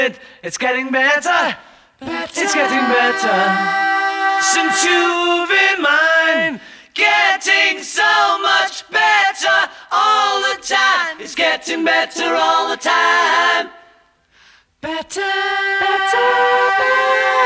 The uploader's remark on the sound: Live at the Fest for … Fans Chicago 2015. The Fest for … fans took place in Chicago and I presented two live Multi-Track Meltdowns.